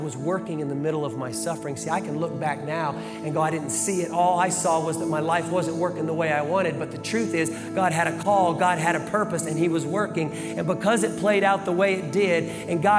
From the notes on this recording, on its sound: Live from the Brussels campus